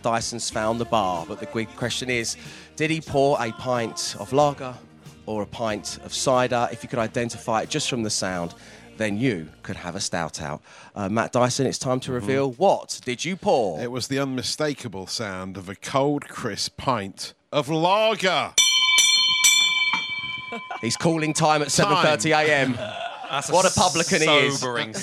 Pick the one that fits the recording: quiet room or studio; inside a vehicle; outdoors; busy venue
busy venue